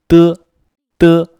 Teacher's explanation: 我们的嘴唇呢是微微开的，舌尖向上顶住我们的硬腭